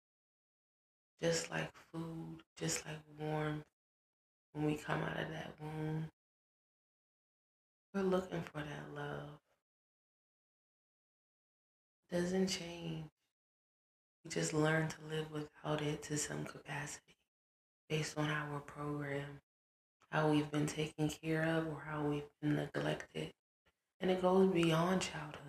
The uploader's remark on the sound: Audio is choppy (my apologies)